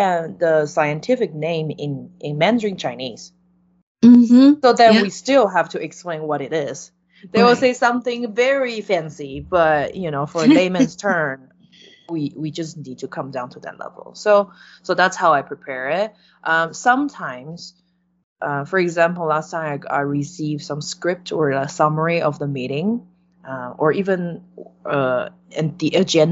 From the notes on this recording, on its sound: Sorry for the buzz in the background.